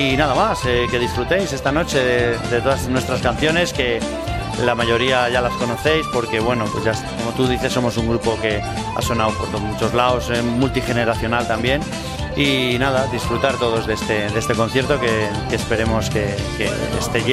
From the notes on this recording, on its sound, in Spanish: en el concierto que se realizó el domingo 1 de septiembre en la Plaza del Ayuntamiento de Torrelaguna